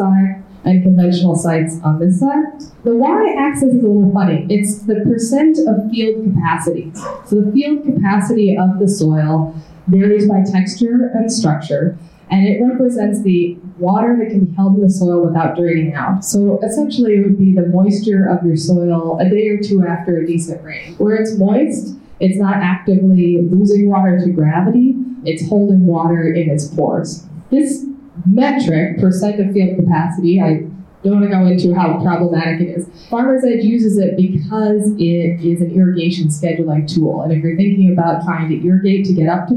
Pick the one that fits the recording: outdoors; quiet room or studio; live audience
live audience